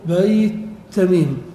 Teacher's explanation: فالياء في بيت حرف لين لأنها ساكنة بعد فتح